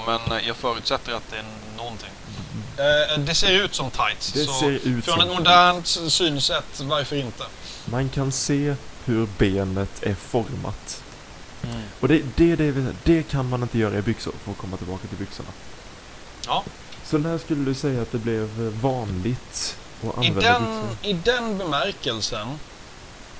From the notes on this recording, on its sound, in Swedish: ljudkvalitén är fortfarande inte på topp